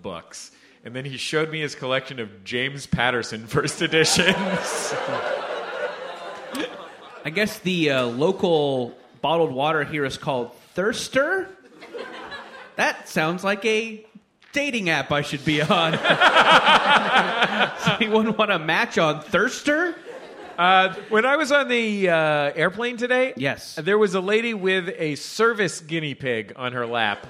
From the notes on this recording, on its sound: Live from Washington, D.C. Austin, Texas.